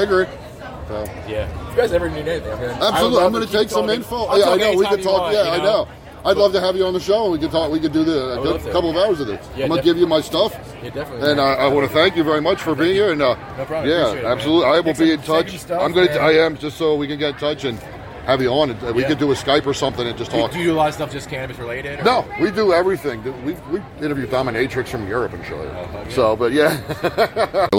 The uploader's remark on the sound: interviews with various vendors at the Cannabis Festival in April 2022 in Kutztown, Pennsylvania